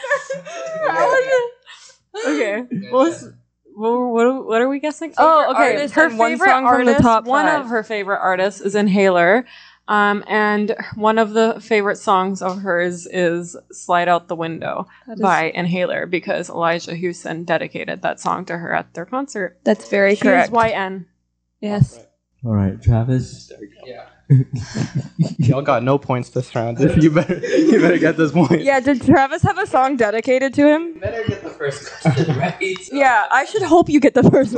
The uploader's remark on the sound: Apologies for the audio! A lot of movement and microphone sharing was happening.